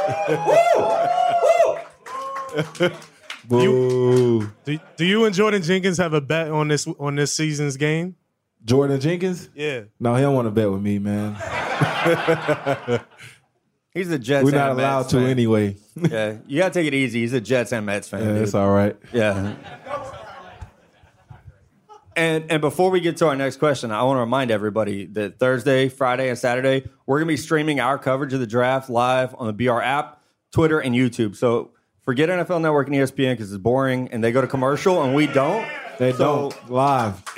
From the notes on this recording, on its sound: LIVE from Bleacher Report. Host a live audience at B/R's event space!